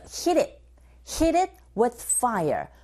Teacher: 플랩 현상에 의해서, 흐, 트, 이렇게 소리가 나는 것이 아니라, 르에 가깝게 소리가 들리게 되죠